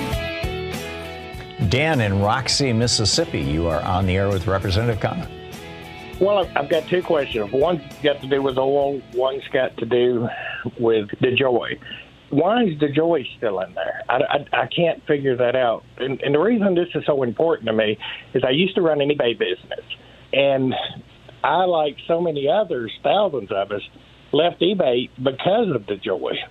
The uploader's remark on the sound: Progressive National Town Hall meeting. Listeners call.